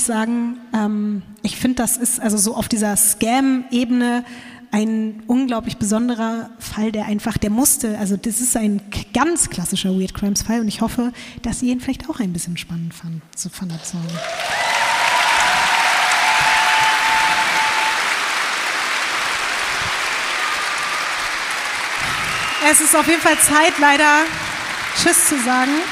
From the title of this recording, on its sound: LIVE in Berlin